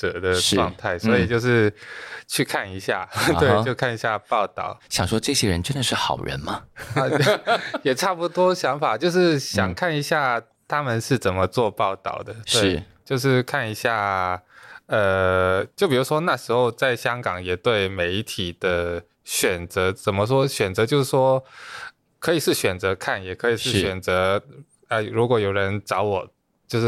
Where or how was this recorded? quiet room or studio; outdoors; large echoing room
quiet room or studio